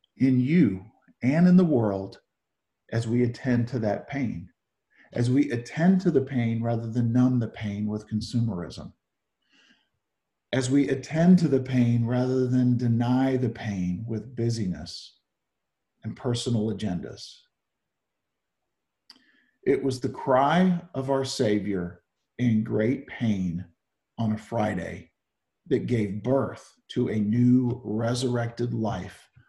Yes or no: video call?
yes